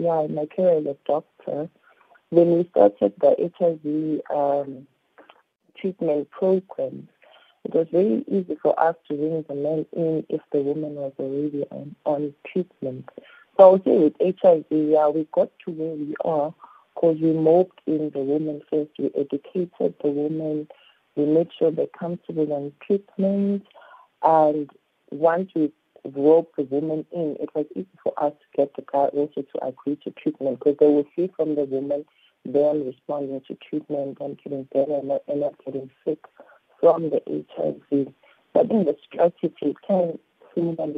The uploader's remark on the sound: we are joined on the line